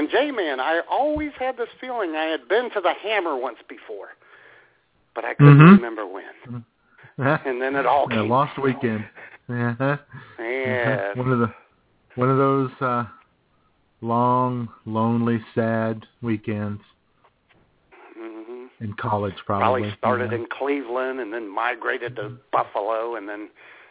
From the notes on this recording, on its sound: All the while taking your phone calls.